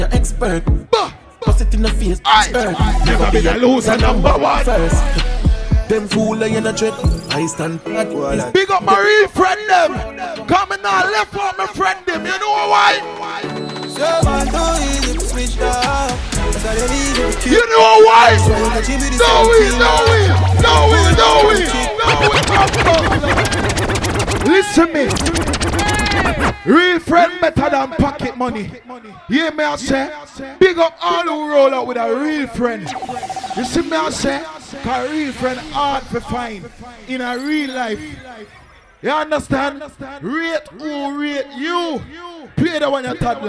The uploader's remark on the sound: Live Audio from The Link Up Recorded on Friday 25th March 2022